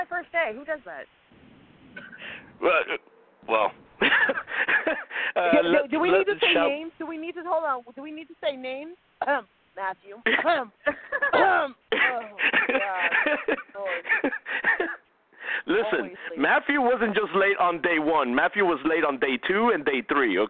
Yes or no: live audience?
no